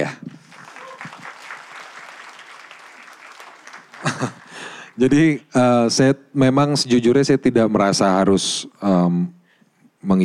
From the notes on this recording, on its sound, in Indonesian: Live On Stage di Malang